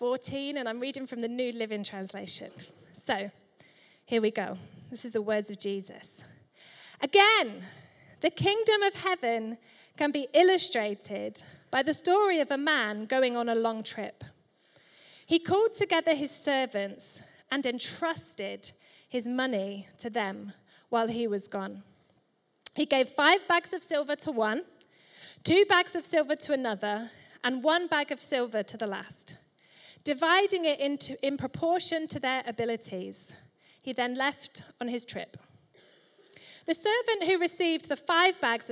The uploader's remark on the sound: Recorded Live at Life Church Lancashire on Sunday 11th February 2024.